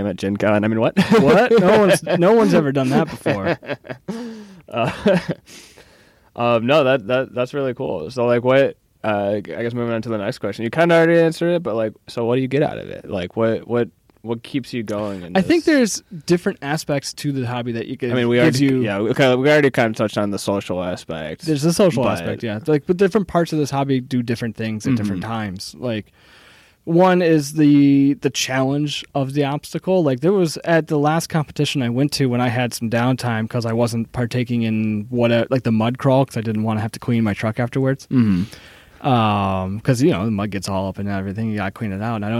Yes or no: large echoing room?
no